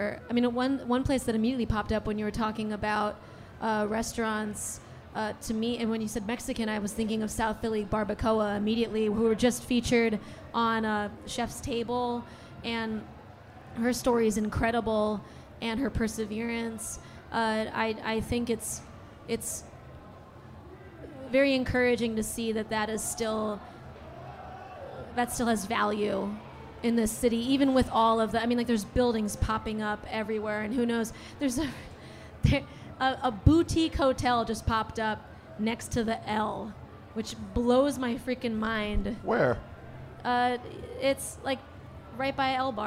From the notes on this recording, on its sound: Snacky Tunes Live recorded at House of Vans Philadelphia. Snacky Tunes Live recorded at House of Vans Philadelphia.